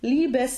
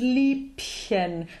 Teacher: we have the voiced B in Liebes, but because in the next word, Liebchen, the B is followed by the ending chen, we end up with an unvoiced B